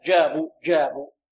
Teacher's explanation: فالجيم جعلها علماء العربية وعلماء التجويد وعلماء القراءات من حروف الشدة، إذن الجيم ينحبس عندها الصوت كما ينحبس عند الهمزة · Term: الشديدة